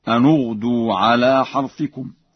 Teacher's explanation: قرأها ورش بضم النون